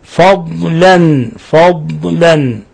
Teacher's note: لاحظ الضاد كيف نخرجها، لا نقلقلها